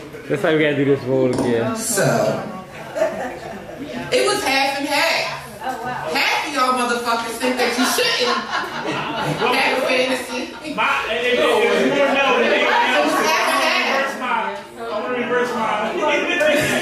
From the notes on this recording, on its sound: We go live each month with a live audience at DripsxFashion in Absecon NJ.